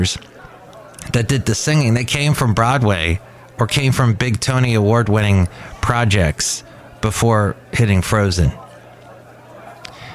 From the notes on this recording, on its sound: podcasts live from Café Anyway